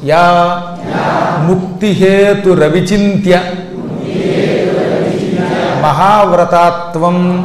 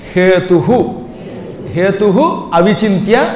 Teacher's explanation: ఆ విసర్గ ఉన్నప్పుడు ఆ వస్తే అది కాస్త రా అవుతుంది అనమాట · Shown in: first take · కాబట్టి రవి అనుకోకండి, అది రవి కాదు, సంధి వల్ల వచ్చిన రా.